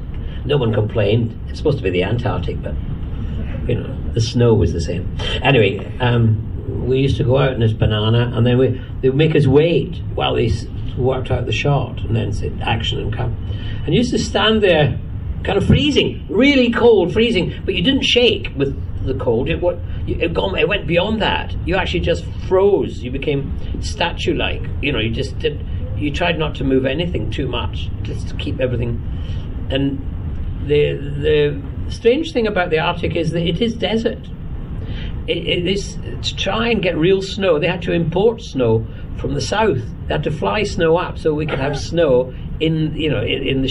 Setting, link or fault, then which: setting, busy venue